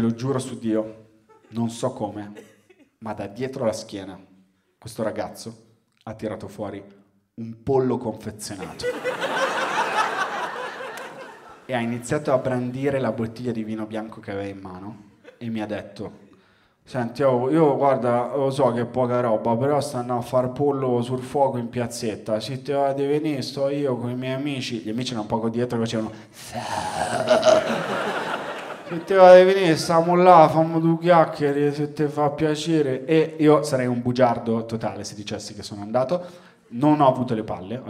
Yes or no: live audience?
yes